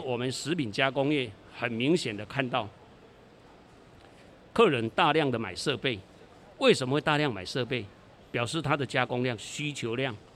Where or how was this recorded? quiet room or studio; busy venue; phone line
busy venue